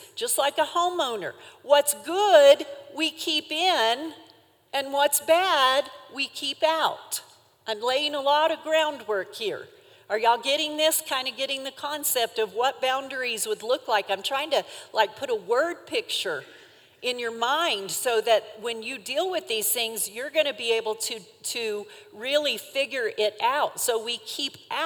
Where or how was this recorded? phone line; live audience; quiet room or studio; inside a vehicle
live audience